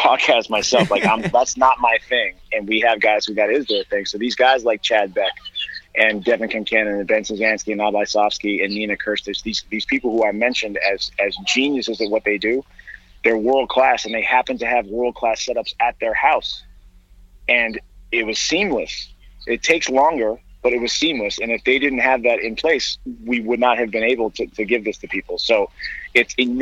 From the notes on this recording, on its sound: We make calls from our Upper West Side apartment. Then we get on the phone with our friend.